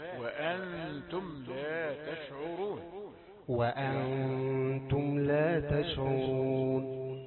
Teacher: وأنتم لا تشعرون فيه غنة، غنة الإخفاء